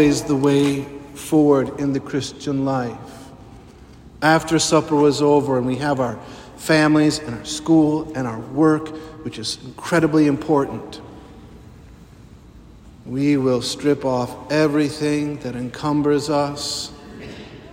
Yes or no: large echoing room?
yes